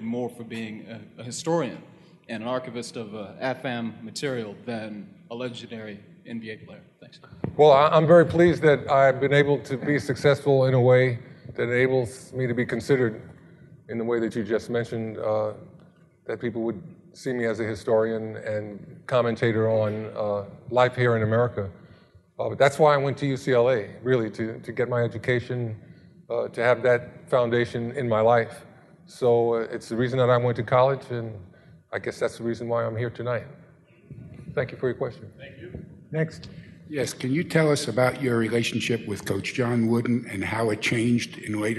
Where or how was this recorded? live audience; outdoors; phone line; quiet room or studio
live audience